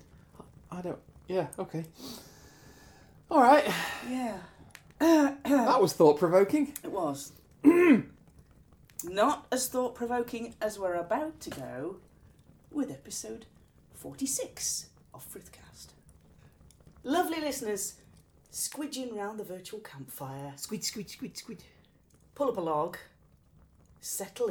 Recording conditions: sounds in the background